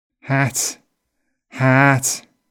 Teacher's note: Many northern accents, including Scouse, use the a mouth position for both short and long a.